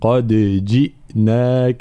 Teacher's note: لابد من تحقيق حركة الكسر هنا مع قلقلة الدال